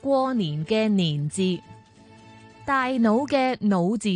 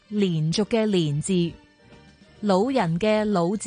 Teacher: 至于 L 声母是一个边音，发音的时候气流在舌头的两边通过 · Shown in: second take · ，就好像连续的连字、老人的老字一样。今时今日，好多人都会将 N 声